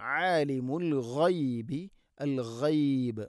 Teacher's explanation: ഗൈന് തൊണ്ടയുടെ മുഗൾ ഭാഗമാണ്